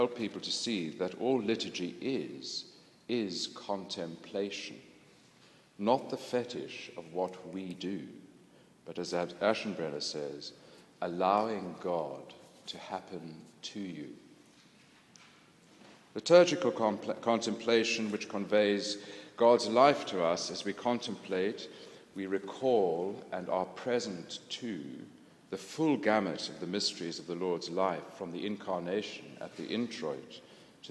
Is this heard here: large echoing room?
yes